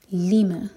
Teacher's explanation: دو syllable والا ورڈ تو لی پر زور